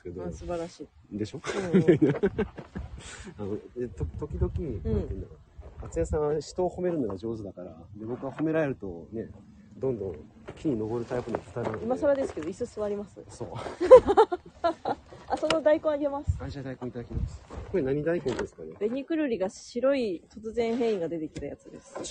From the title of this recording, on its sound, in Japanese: 雑音多め